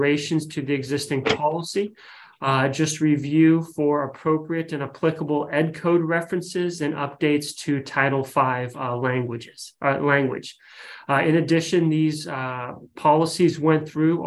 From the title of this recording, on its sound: originally on Zoom